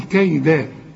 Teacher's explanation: الفتحتين عند الوقف يدوك ألف كاملة عند أي حرف إلا إذا كانت تاء مربوطة، تقول كيدا.